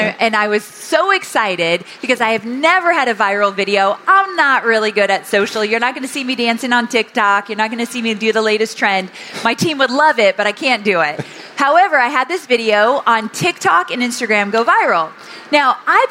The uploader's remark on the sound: INBOUND 2023 Replay. I had the incredible opportunity to take the stage at the 2023 event for a fireside chat.